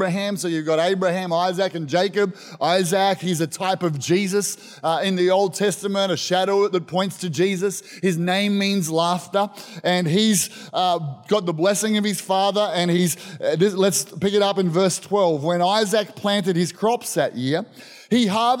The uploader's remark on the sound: This was recorded in our 9am service on the 22nd of Januray, 2023